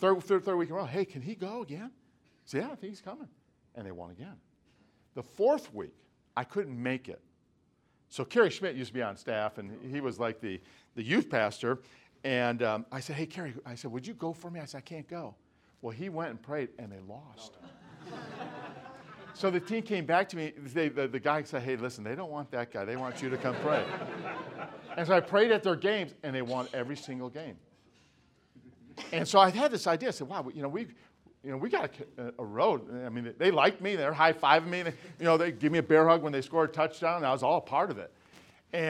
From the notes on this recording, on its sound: From the Spiritual Leadership Conference - Lancaster Baptist Church.